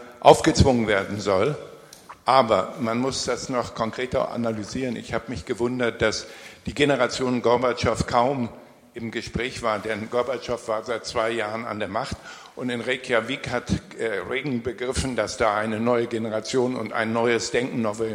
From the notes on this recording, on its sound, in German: Podiumsdiskussion. Im Senatssaal der Humboldt-Universität zu Berlin.